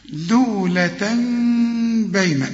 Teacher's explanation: إقلاب بقلب التنوين إلى ميم مع الإخفاء بخفي الميم